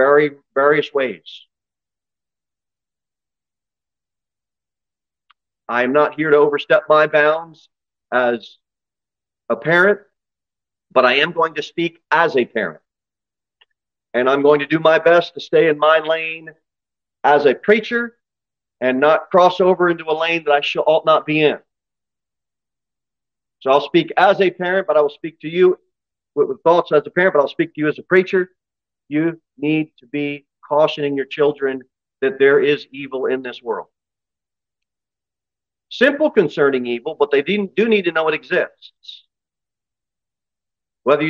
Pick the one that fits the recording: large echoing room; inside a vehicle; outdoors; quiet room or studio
large echoing room